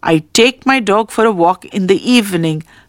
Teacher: The stress is on take.